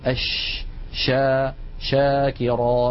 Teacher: التفشي هو انتشار صوت الشين من مخرجه حتى يصطدم بالصفحة الداخلية للأسنان العليا، والرسمة التي على الجهة اليمنى من اللوحة تبين كيف أن مبدأ صوت الشين هو من وسط اللسان، ثم يصطدم ذلك الصوت بالأسنان العليا من الداخل، فيحدث هذا الانتشار للصوت الذي يعطي الشين مذاقا خاصا وقوة في السمع.